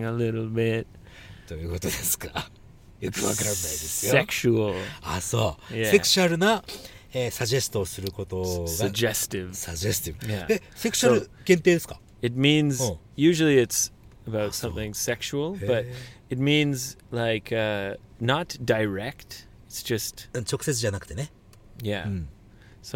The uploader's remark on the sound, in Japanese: GoGo号の中で録音をしたのであります